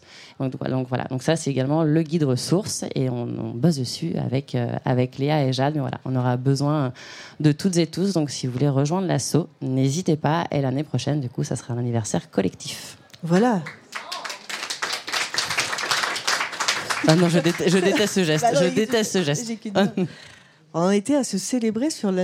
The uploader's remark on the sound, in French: Ce nouvel épisode a été enregistré en live lors du 2ème anniversaire de mūsae organisé au Pavillon des Canaux, en collaboration avec Lush.